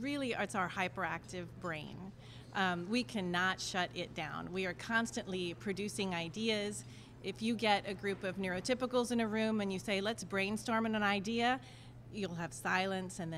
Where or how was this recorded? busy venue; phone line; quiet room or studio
busy venue